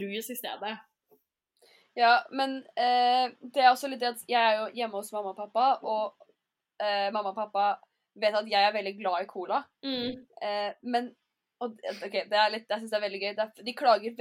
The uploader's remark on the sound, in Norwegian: vi innser også at lyden er for dårlig for lufta